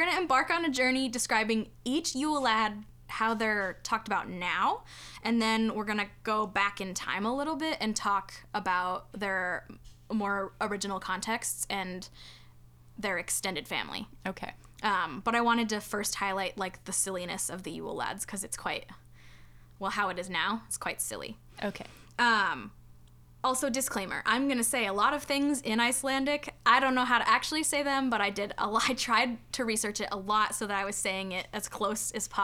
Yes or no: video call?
no